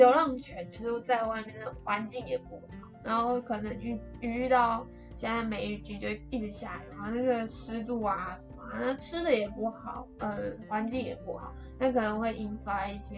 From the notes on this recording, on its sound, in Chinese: 此廣播為上課需求而錄製，音質不佳請見諒。